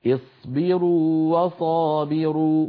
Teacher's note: التقى واوان والواو الأولى مدية لابد من إعطائها حقها من التطويل والمط الطبيعي